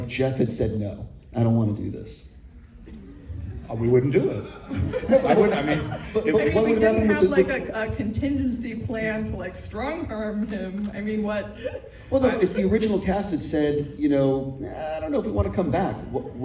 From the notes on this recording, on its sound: we hear the NYC IMAX Q&A